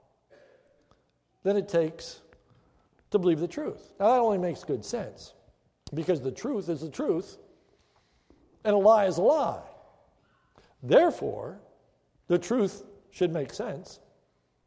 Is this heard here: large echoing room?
yes